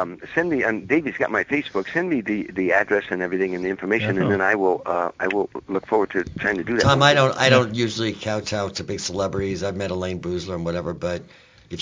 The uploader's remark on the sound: called into the (Let's Be Frank Show)